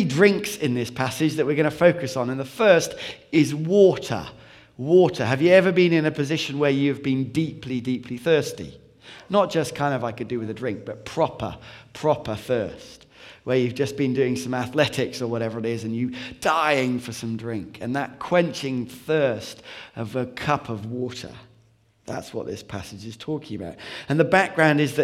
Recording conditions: live audience